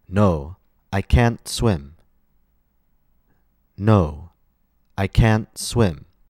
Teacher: I stress can't by making the vowel longer and raising my pitch, my intonation.